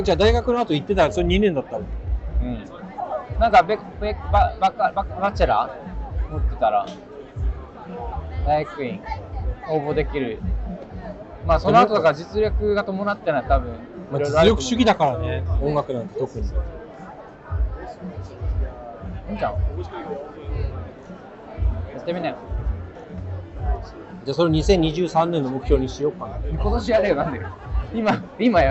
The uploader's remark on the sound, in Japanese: 外収録//。今回のロンダンは初のフィールド収録！シャッター音が鳴るところでインスタに写真載せてるよ。